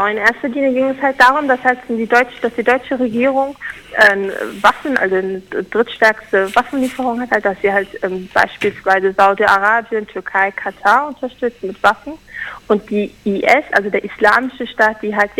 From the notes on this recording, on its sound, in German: Telefoninterview nach der Besetzung mit einer Vertreterin der YXK.